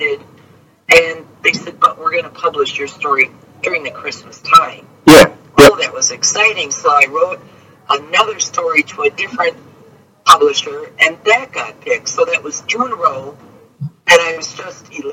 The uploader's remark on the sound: During the recording, there were significant audio issues that affected the quality of the interview. The production team has put in their best efforts to provide you with the best possible version of the interview.